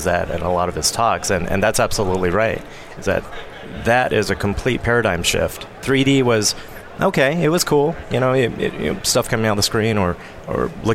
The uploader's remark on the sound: Day 3 Live at NAB show 2017! VoiceAmerica teams up with StoryTech and Host. To bring you all the digital thought leadership live from the NAB show 2017 Advanced Advertising Pavilion.